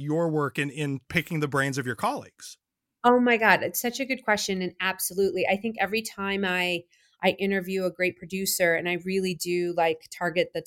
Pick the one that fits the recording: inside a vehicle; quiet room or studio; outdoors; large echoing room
quiet room or studio